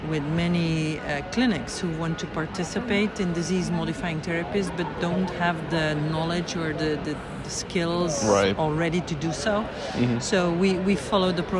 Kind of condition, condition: setting, busy venue